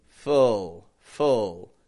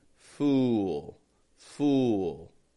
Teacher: full, full, no lip movement. Fool, fool, has a bit of a lip movement.